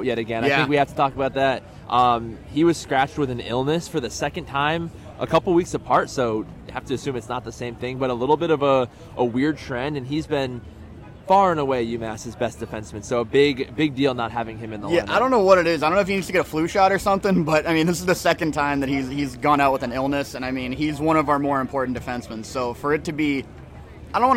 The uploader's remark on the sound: LIVE from the Homecoming tailgate!